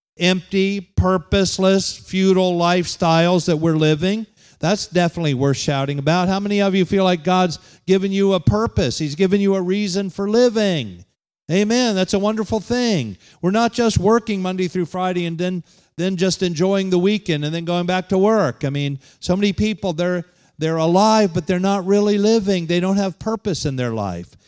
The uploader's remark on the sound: Holiness conference at The Pentecostals of Dothan.